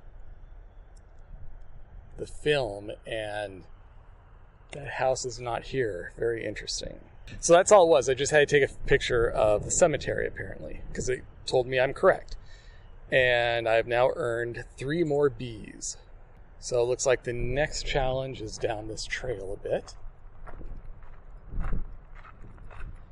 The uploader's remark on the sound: Agents of Discovery at Willow Springs Park. Field recordings from and discussion of my afternoon completing a question in the Agents of Discovery app.